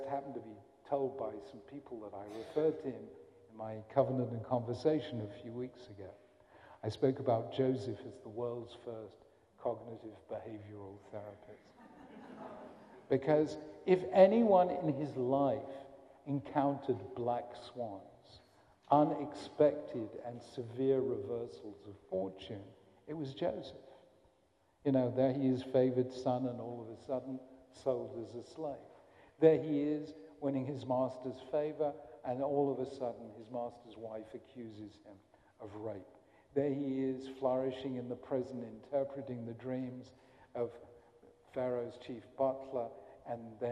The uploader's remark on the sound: A recording of an address at the Kohelet Yeshiva High School in Philadelphia.